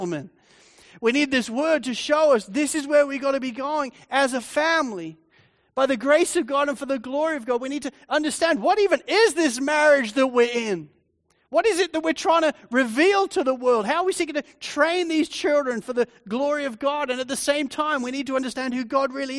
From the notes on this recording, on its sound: Sermon recording from Sunday 30 Jul 2023. Sovereign Grace Church.